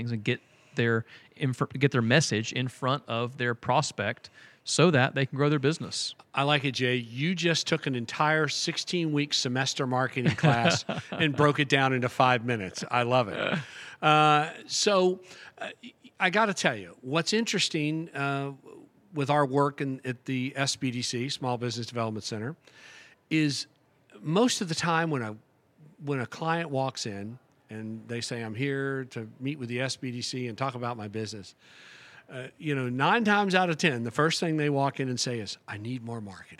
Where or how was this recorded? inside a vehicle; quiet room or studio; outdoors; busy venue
busy venue